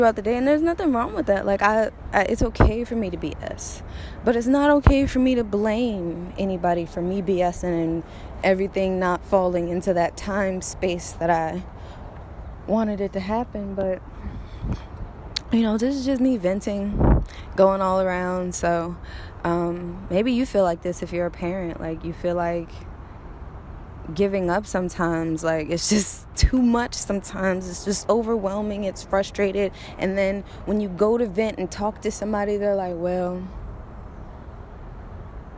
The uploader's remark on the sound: Walking, talking, rant